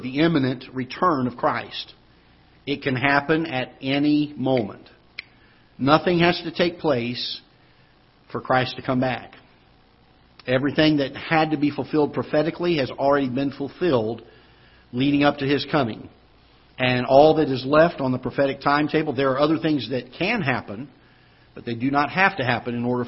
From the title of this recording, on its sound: Ketha Heights Baptist Church ~ Live Broadcast